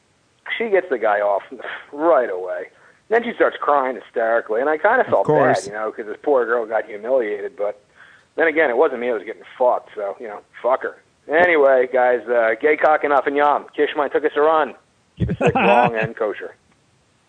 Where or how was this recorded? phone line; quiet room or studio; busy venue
phone line